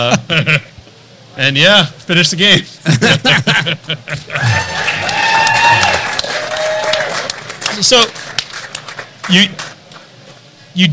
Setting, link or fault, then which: setting, busy venue